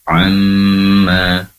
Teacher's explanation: Kemudian wa ta'ala amma, di situ ada mim yang bertasydid tentunya gunnah, maka durasi mendengungnya lebih lama ya. Amma, durasi penempelan kedua bibir itu lebih lama karena mim berasal dari kedua bibir yang ditempelkan